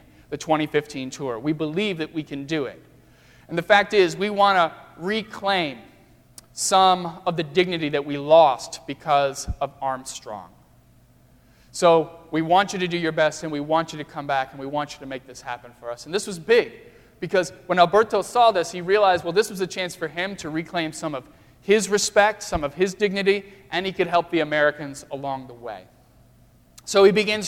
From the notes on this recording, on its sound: during the Crossroads service (9:30 am) on Sunday, March 6, 2016, at First Presbyterian Church of Arlington Heights, Illinois.